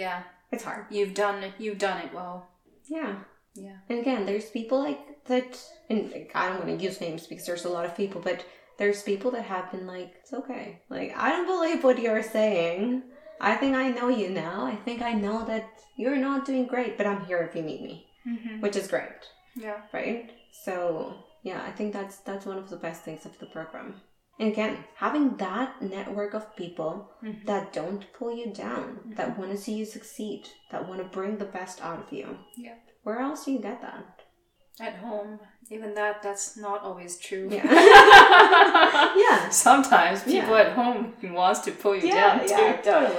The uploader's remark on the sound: Complementary background noise